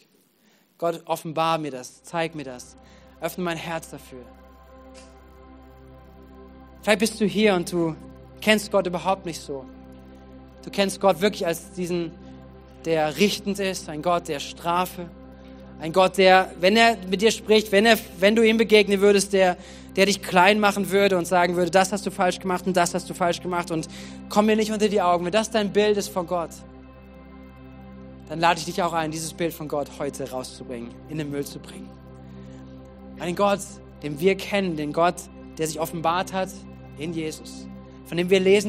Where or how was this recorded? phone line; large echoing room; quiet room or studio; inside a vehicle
large echoing room